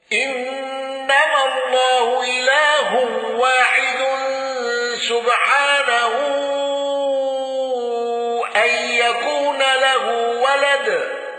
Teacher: خلف عن حمزة بترك الغنة والسكت على المد المنفصل · خلاد بالسكت على المد المنفصل